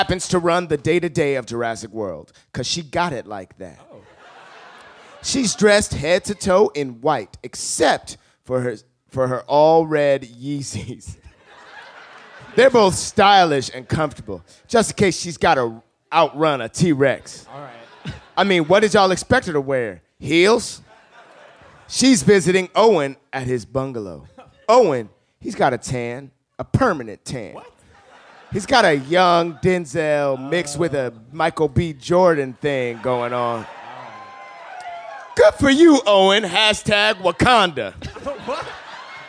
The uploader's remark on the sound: A special episode of the podcast recorded live in Austin.